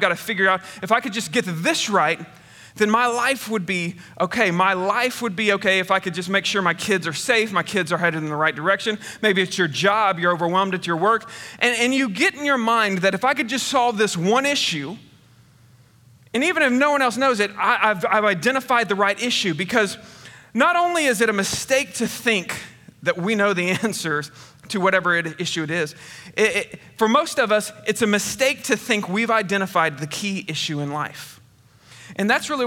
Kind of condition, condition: setting, large echoing room